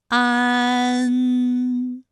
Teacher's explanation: 发音要领。首先，安发音的时候呢，起点元音是前低不圆唇元音啊，舌尖抵住下齿背，舌位降到最低，软腭上升，关闭鼻腔通路